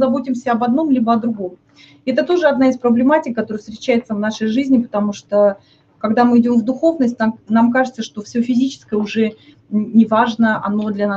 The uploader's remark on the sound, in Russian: Запись ТетаБинара.